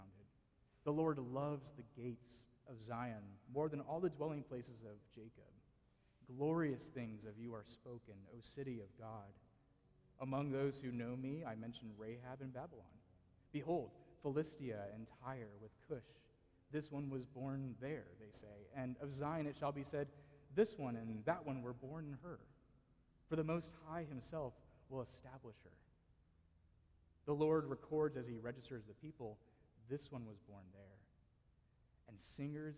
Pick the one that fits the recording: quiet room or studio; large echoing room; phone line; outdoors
large echoing room